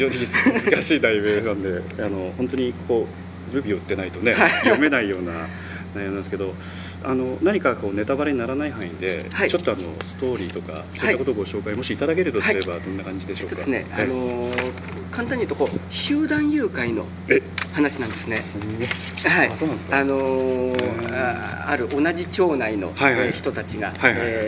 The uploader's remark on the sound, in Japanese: 録音場所は秋晴れの青空のもとです